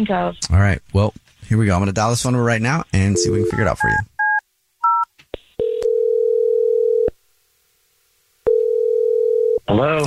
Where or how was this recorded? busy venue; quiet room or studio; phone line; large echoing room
phone line